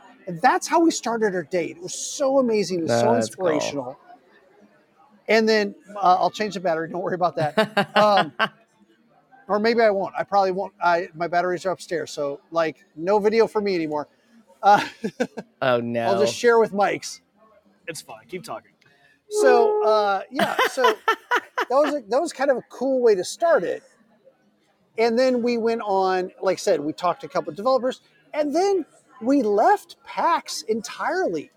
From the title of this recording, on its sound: Live from PAX EAST 2022